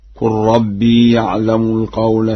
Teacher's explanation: قوله تعالى: قال ربي يعلم القول في السماء والأرض. قرأ ورش الفعل الماضي بضم القاف وسكون اللام وحذف الألف على الأمر هكذا: قل ربي يعلم القول في السماء والأرض.